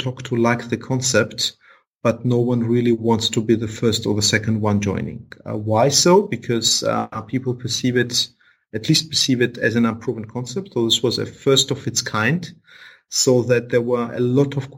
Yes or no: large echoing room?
no